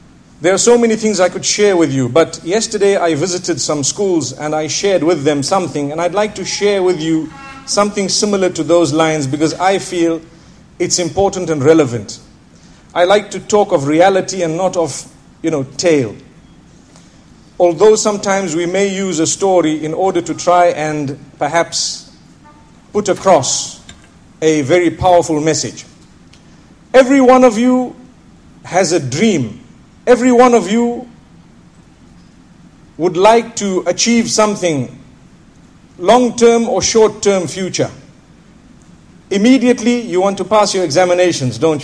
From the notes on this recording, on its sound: School Lecture at Bolton, Lancashire, UK